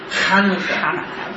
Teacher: with a very guttural H at the beginning of Hanukkah